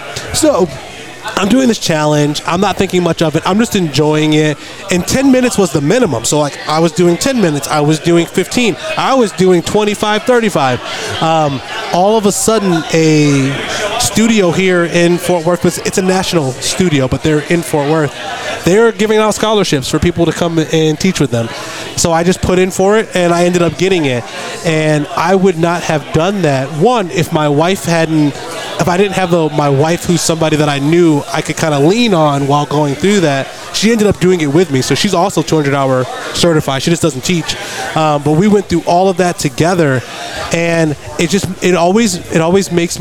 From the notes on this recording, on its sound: Recording from the first Fort Worth Roots Podcast Mixer at Pouring Glory. Thank you all for coming out and recording with us!!!!!!!